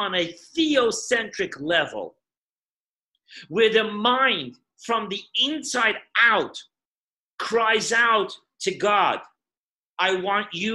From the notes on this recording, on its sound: Zoom Parsha Class